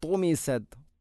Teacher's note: തുമിസത്, ഇത് പൂർണ്ണമായിട്ടും തെറ്റാണ്. അപ്പോൾ തുമിസത് ത്വയിനെ ഉച്ചരിക്കുമ്പോൾ നാവിൻ്റെ മധ്യഭാഗം അണ്ണാക്കിലോട്ട് ഉയർന്നു വരുന്ന രൂപത്തിലാവണം